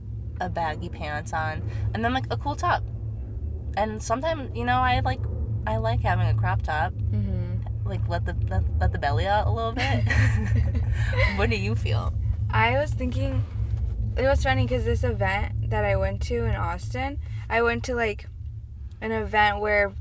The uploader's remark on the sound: Buckle up, we're in the car again baby.